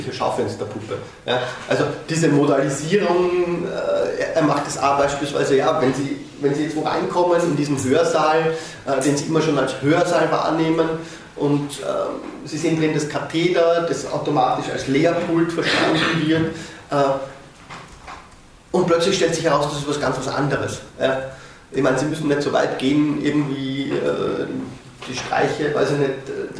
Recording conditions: large echoing room